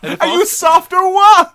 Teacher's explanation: So all you have to do is say the phrase, but drop the T at the end.